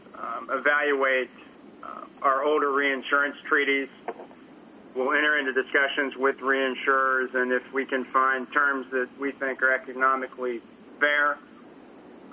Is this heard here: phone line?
yes